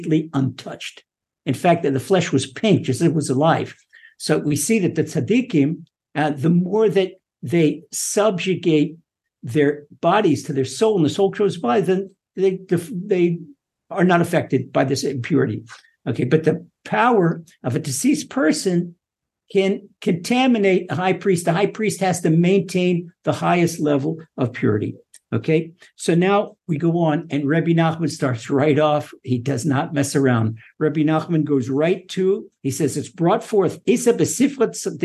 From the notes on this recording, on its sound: Recorded via TORCHzoom